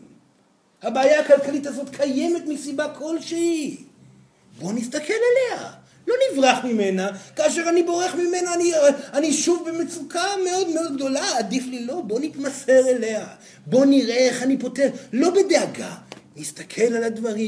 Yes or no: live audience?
yes